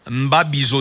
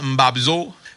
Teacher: Le son I disparaît en milieu de mots. · Shown in: second take · Le son I disparaît en milieu de mots.